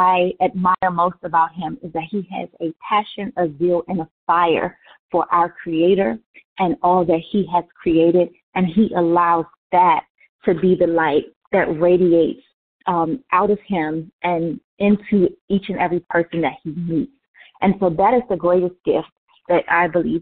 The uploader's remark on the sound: Monthly youth conference call